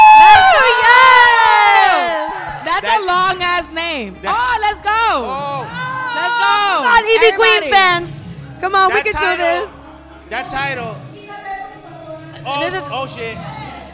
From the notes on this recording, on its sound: for our first ever LOL in LA live episode